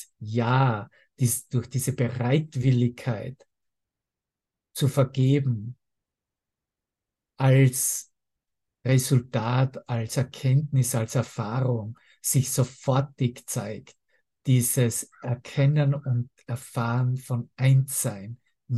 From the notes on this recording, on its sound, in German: Zoom-Session. Veranstaltet von der Aleph Akademie.